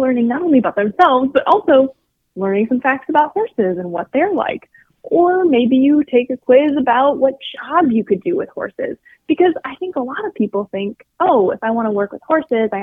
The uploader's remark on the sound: called in to share information